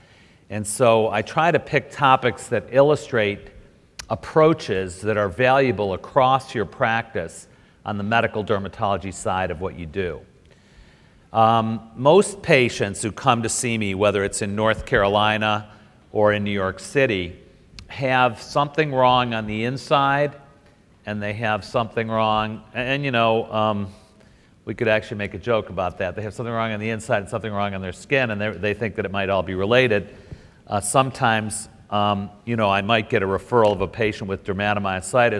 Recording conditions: live audience